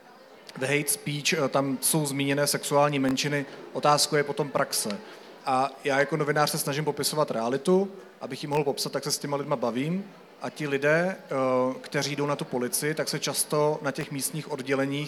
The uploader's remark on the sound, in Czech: na knižním festivalu v Ostravě